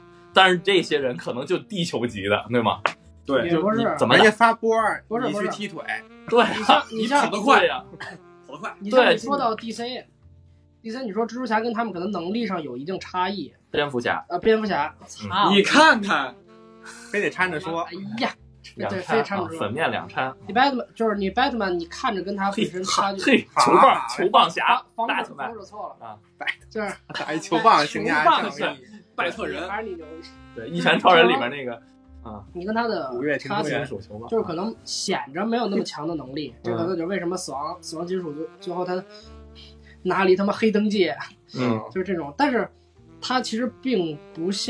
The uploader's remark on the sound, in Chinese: 俗话说，没有过忘记按下录音键便开始录音的播客不是好播客，现在我们可以自豪地说我们是个好播客了（呜呜呜）。所以这期我们用了直播软件的后台录音来当做正片放在这里，音质一般。直播回放。